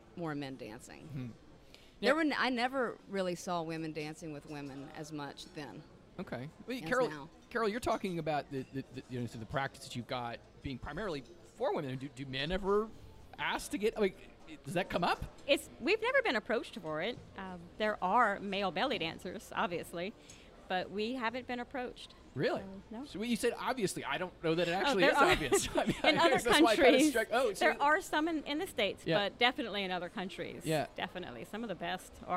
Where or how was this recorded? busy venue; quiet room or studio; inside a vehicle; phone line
busy venue